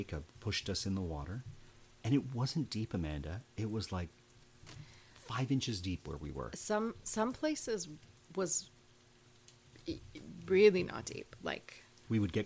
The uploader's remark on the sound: Take advantage of the pitter pater of the rain that is following when they decide to turn on the microphone and record an episode.